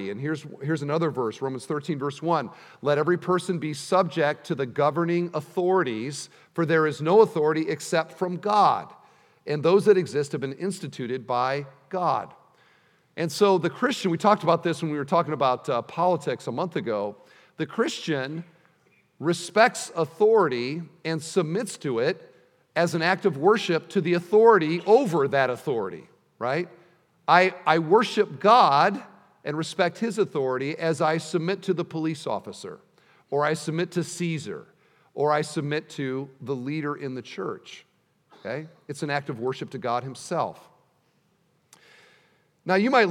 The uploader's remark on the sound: at the installation service